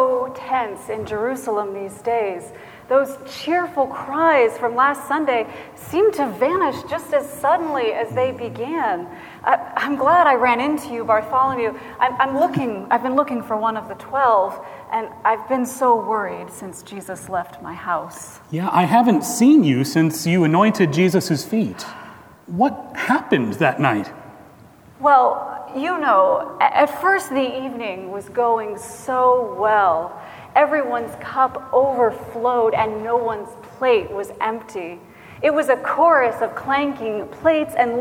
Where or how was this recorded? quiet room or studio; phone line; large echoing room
large echoing room